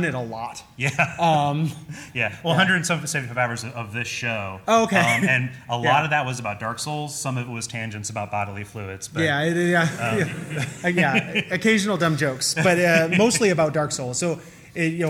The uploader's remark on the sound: Live Show